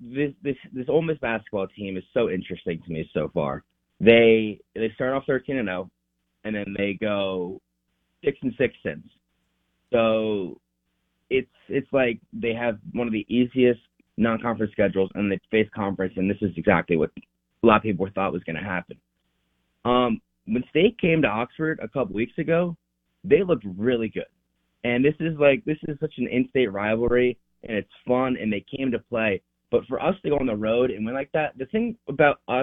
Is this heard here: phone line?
yes